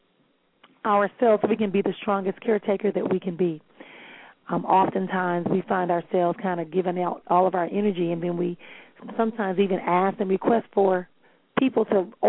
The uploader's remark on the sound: callers may call in with questions